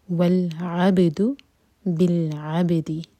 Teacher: با پر سکون ہے، با پر تھوڑا باؤنس کر کے پڑھا جاتا ہے، اس کو کہتے ہیں قلقلہ